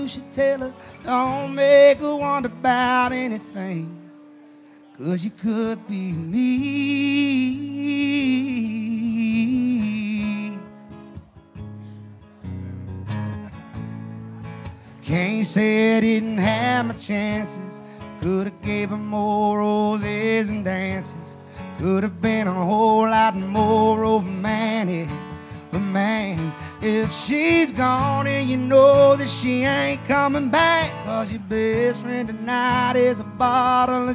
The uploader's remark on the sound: Rounds At Live Oak In Nashville